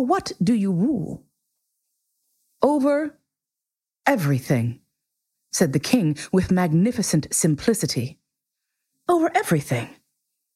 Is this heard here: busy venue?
no